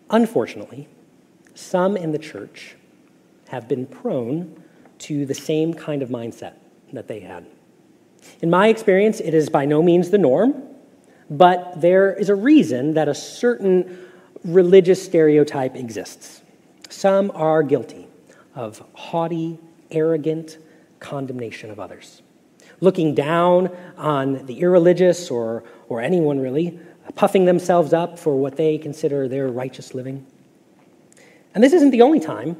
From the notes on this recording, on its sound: Message Preached at Valley Creek Church